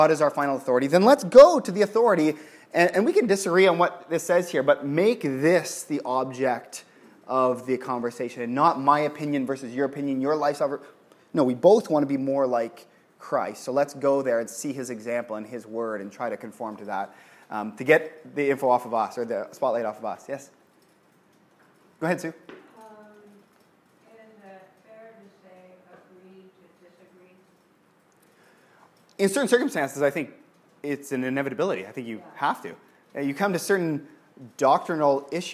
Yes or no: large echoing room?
yes